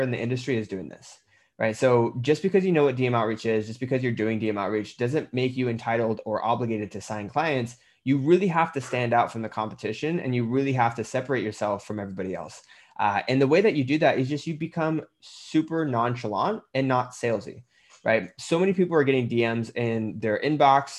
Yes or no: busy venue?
no